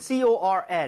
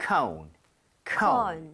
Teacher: 근데 우리가 말하는 그 콘 모양을 얘기를 할 때는 C O N E R 사운드가 아예 없이 깔끔하게 · Shown in: second take